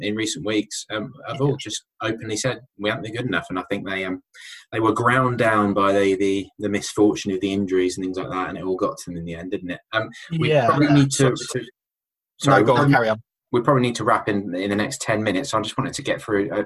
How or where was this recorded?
video call